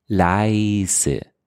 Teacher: Das Ei ist ein A und ein E, nicht ein A und ein I.